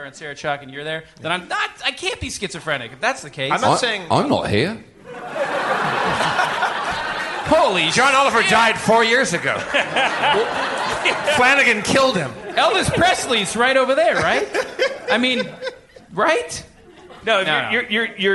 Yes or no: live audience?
yes